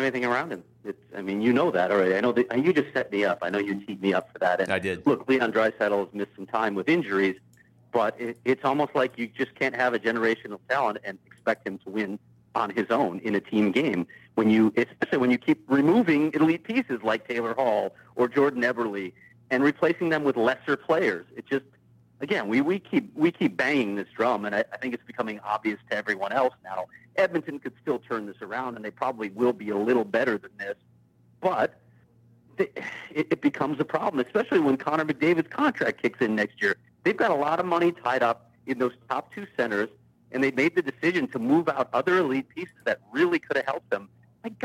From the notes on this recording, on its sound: Is on location, but he calls.